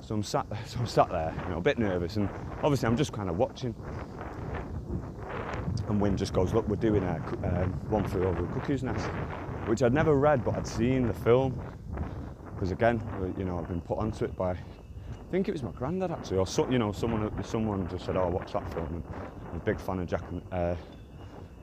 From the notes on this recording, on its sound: I was walking to work and decided to press record apologises with the sound but stick with it.